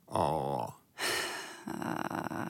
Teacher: At du trøkker stemmebåndene dine sammen, holder dem tett inntil hverandre, og så slipper du ut ei bitte lita luftboble. Så det høres ut nesten som hvis du hadde hatt en, en kjepp, og så drar du den bortover et stakittgjerde. · Term: Vocal Fry